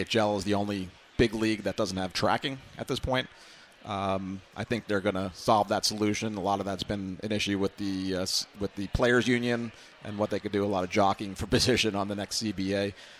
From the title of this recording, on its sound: at the Wharton Sports Business Summit 2018